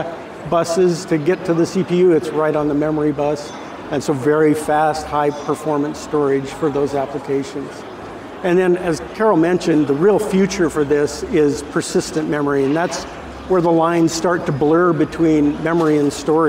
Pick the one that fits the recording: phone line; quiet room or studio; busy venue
busy venue